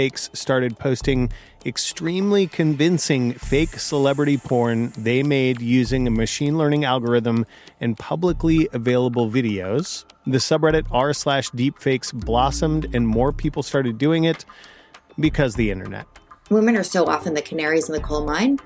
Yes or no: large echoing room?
no